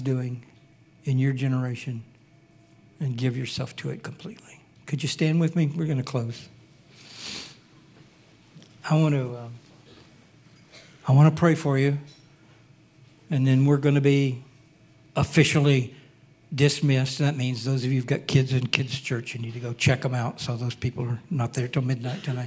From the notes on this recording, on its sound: Recorded sunday evening service.